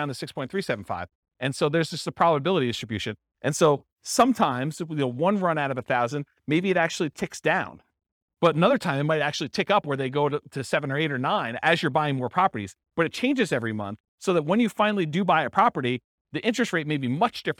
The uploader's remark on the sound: This was a live class recorded